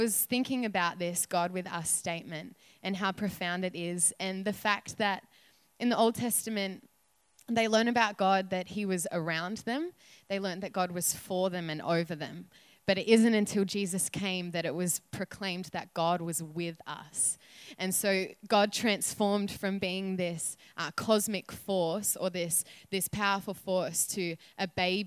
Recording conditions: live audience